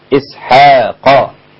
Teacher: إسحاق الحاء رقيقة والقاف مفخمة